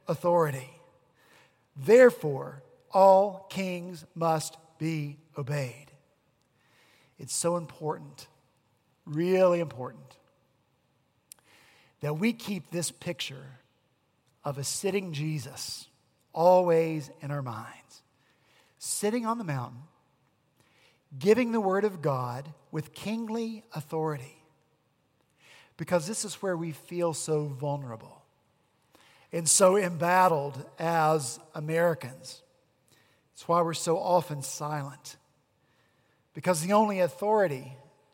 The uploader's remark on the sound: At Redeemer Presbyterian Church in Charleston, SC